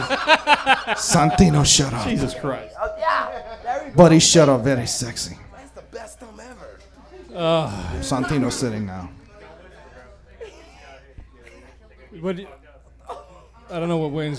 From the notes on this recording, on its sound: This episode was recorded live at Babylon Sports Bar in front of a live audience.